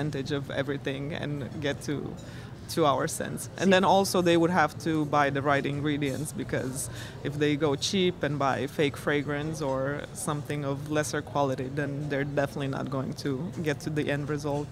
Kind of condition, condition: setting, busy venue